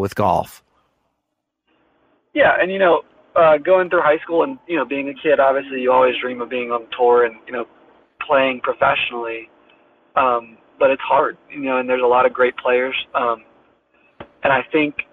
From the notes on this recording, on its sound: while he was driving to Kiawah